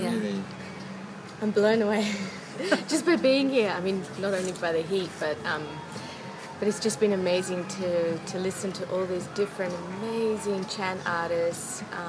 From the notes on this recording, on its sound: All weekend I recorded live updates from Bhakti Fest for Soul Traveller Radio, an Internet radio station based in Australia playing conscious music 24/7.